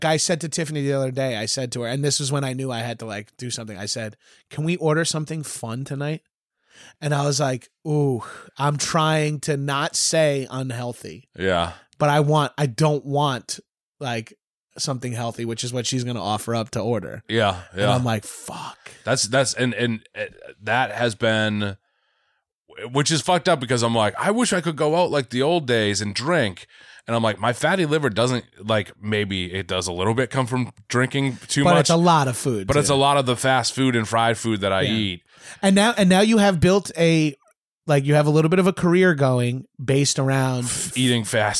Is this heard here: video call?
no